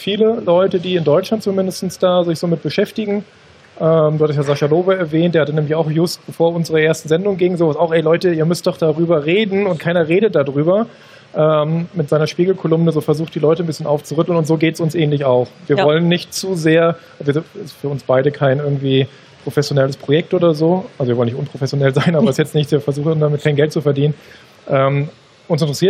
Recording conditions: busy venue